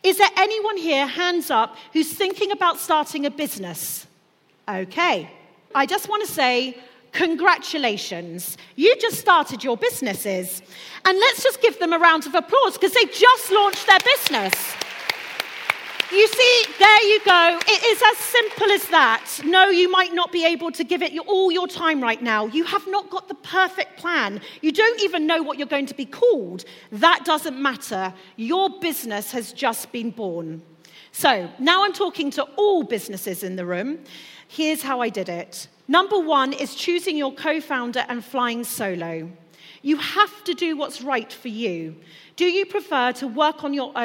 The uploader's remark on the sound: This week’s episode is a LIVE special podcast from The Congregation of Inspiration 2019. The 12 hour day condensed into one podcast.